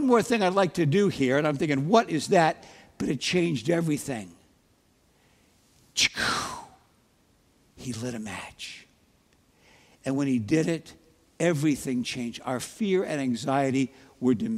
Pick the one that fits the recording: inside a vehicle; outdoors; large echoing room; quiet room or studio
large echoing room